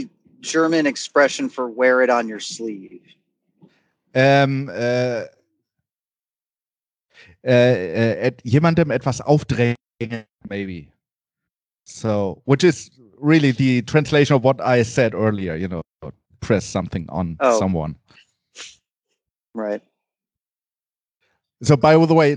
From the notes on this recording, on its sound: Bringing you only mildly higher audio quality. Does a first ever podcast recording over Skype.